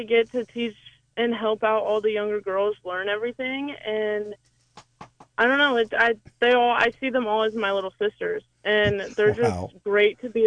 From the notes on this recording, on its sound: an hour of community call ins